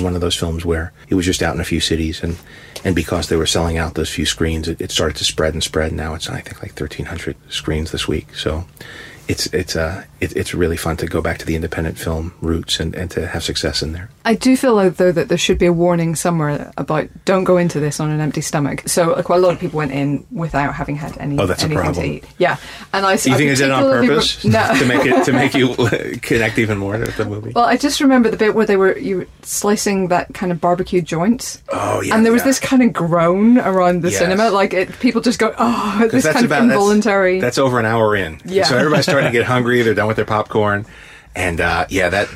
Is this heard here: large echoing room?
no